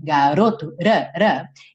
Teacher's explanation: uma redução muito comum para as letras T e D, que elas soam como rarara, igual esse R aqui da palavra garoto, garoto, rarara.